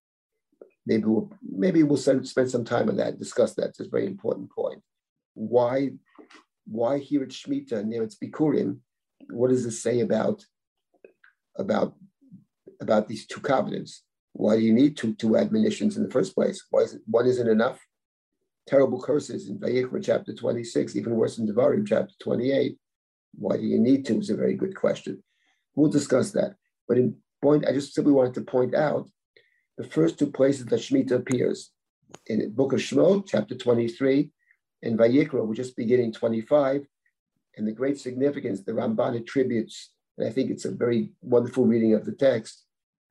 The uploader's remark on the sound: This audio was originally captured from Zoom. As part of Drisha's Fall Zman.